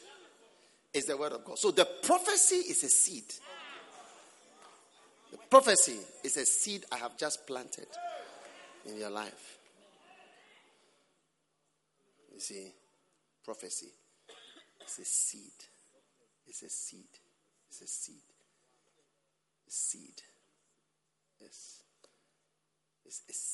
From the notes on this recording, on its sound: Preached at the Prophetic Encounter Service.